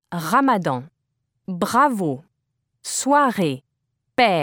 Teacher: Although the R sound in French varies greatly from dialect to dialect, in standard French, it is produced as a uvular R. The uvula, the appendage that hangs from the soft palate at the back of the mouth, is allowed to vibrate as air passes from the throat into the mouth.